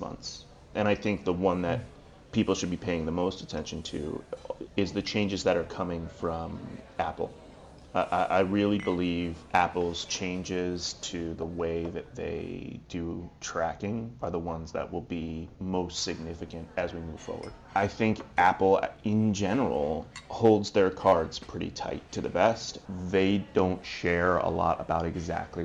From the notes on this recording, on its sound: We join them in a breakout at PI Live.